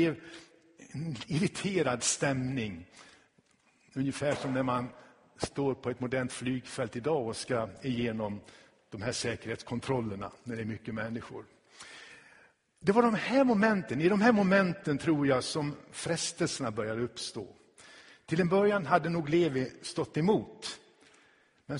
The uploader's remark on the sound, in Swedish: Inspelad i Tabernaklet i Göteborg 2016-10-09.